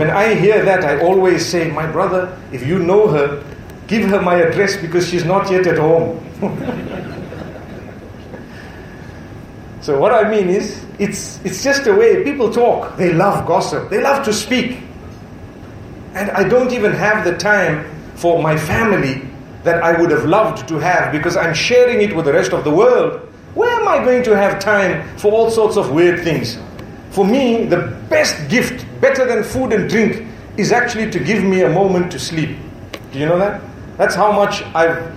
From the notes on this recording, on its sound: A speech delivered at a welcoming banquet in Colombo, Sri Lanka before the commencement of the Building Bridges series.